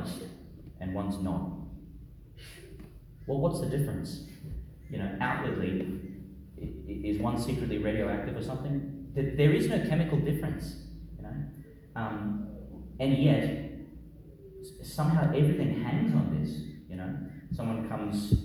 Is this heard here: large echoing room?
yes